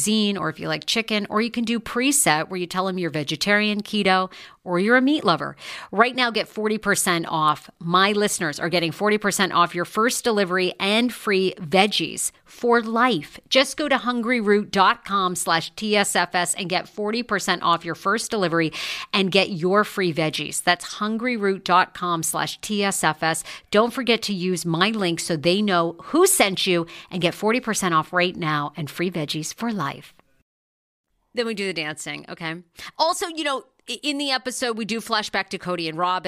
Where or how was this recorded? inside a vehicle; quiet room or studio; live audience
quiet room or studio